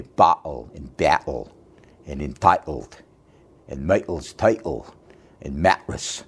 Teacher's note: the way they say bottle and battle and entitled and Michael's title and mattress. You can hear an enormous number of glottal stops.